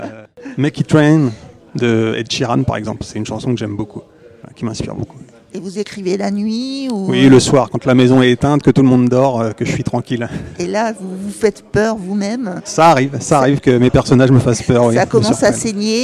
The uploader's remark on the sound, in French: En direct depuis le salon de Polar sur Loire à la Bibliothèque municipale de Tours.